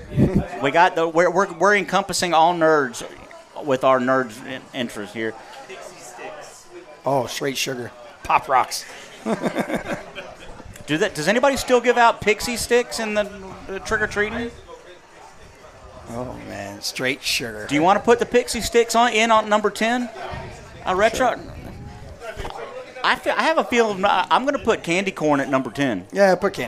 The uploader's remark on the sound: Live from Mossy's Eats Ales and Spirits in Clemmons, NC every Weds Night 730pm in season.